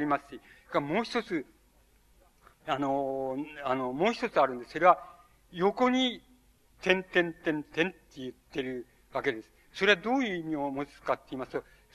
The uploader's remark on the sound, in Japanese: 主催：日本近代文学館。場所：有楽町・よみうりホール。3年連続となった 「近代文学館・夏の文学教室」 での講演。音源は主催者提供。